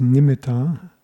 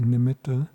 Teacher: Nowadays when people talk about a nimitta, often they pronounce it as nimitta, but the Pali has a double T · Shown in: second take